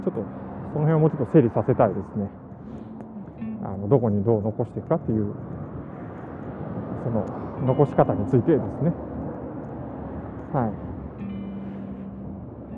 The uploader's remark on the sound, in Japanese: 歩きながらイヤホンマイクを使って録音したんですが、マイク部分が服に当たってカチカチと耳障りな雑音が入ってしまった